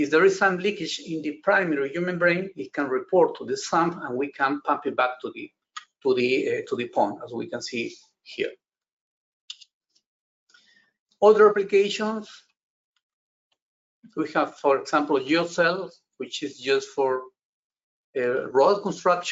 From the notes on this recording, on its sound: This is an audio version of the FGI webinar.